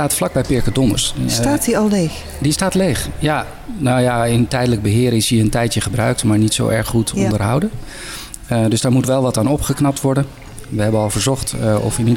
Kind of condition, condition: setting, busy venue